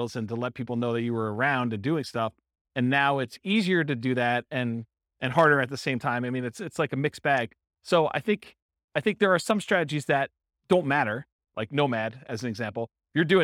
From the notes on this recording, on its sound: This was a live class recorded.